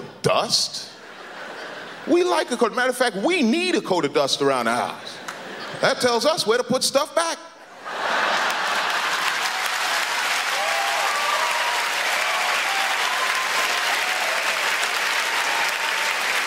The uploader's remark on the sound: Stand Up - 1999. Brings his cynical musings to the 1999 Just for Laughs Festival in Montreal.